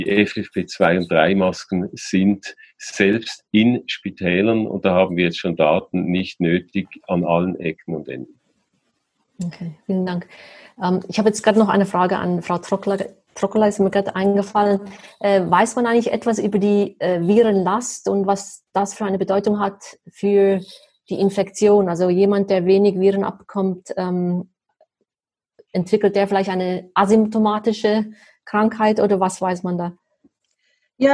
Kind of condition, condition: link, video call